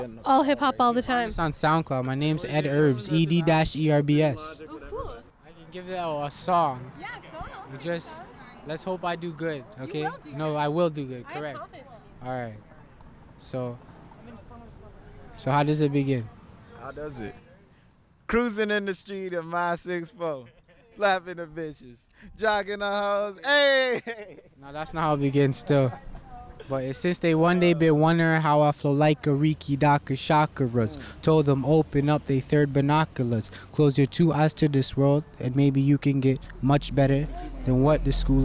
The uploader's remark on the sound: Queen street between like 1 and 6 am. Went to Trinity Bellwoods Park in Toronto at about 1 am and started walking west. Somehow we ended back at the park at like 6.